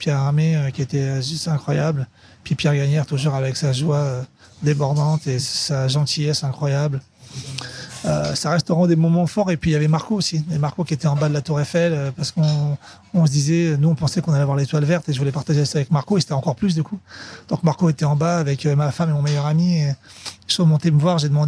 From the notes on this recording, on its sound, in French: Enregistré dans son restaurant marseillais juste avant le service du soir.